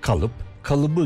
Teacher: Ama ek geldiğinde sebepi değil, sebebi deriz. P yumuşar, B'ye dönüşür.